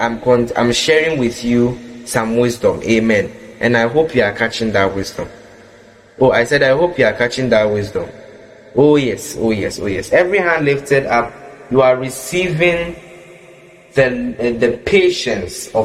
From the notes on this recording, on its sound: Preached at the Qodesh Family Church Leamington Family Service, LIVE from the Love Arena Church, Accra - Ghana